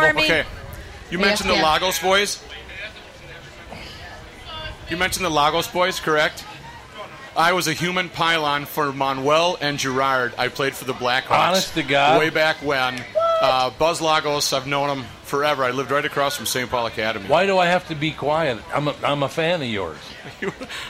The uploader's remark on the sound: Live at the State Fair. Ten years ago, the family decided to broadcast live from the Minnesota state fair.